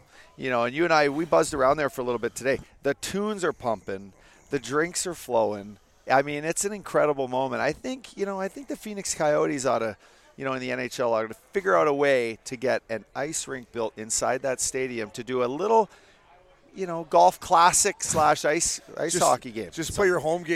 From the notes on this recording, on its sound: From the WM Phoenix Open. Take the #FellaTour from Las Vegas to Scottsdale for Golf a the WM Phoenix Open! Live from the DraftKings Sportsbook Suite at the Kiva Club.